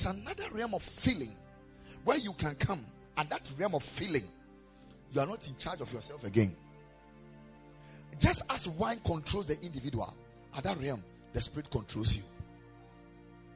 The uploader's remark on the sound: Preached at the Ekklesia Chapel